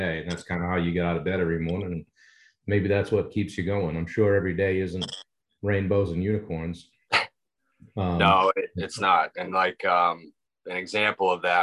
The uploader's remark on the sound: This week we connected via Zoom